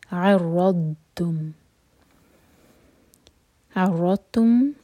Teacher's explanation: علیکم فیما عرضتم، ضاد پر جب سکون ہو تو وہاں جھٹکا نہیں آنا چاہیے، اور زبان کا جو سائڈ ہے وہ ہمارے سائڈ والے جو دانت ہیں اس کے روٹ میں کس کے ٹچ ہونا چاہیے. اور ضاد سکون پر تھوڑا سا ٹائم دیں اور اپنے سر پر ہاتھ رکھیں تو آپ کو فیل ہونا چاہیے وائبریشنز